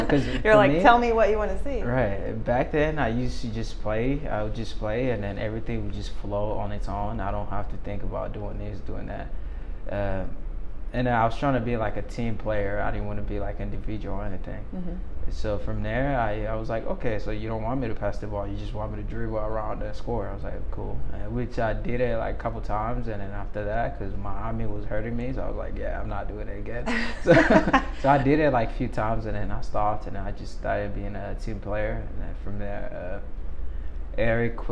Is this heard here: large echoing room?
no